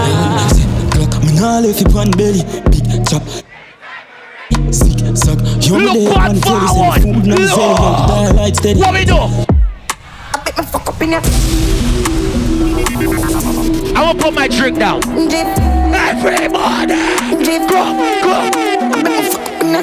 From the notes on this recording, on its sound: Live Audio from the Youngest & Baddest Duo at "WUK U" !